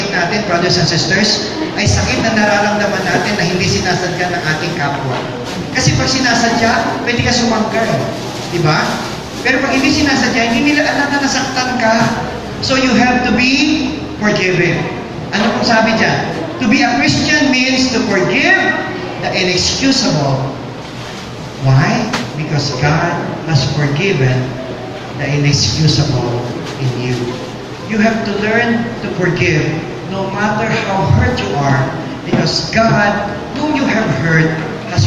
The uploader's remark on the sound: This talk was recorded last October 28, 2018 during our Feast Taytay 9th year anniversary.